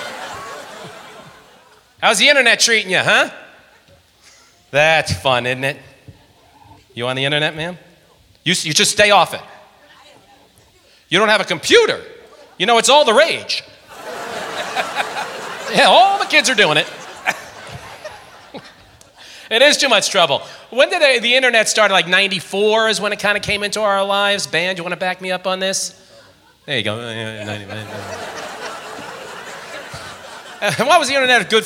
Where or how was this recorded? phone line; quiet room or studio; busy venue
busy venue